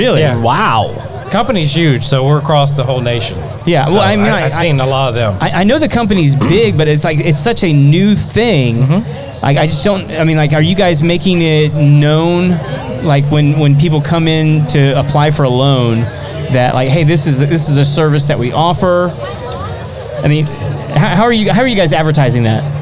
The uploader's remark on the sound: LIVE at Sawyer Park. At a live event in Spring TX.